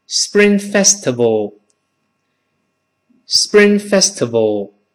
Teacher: 我们知道这个 P 是个清辅音。清辅音在 S，这个声音后面重读。就会发生浊化 · 就是把 p 变成声带震动的 b，叫 Spring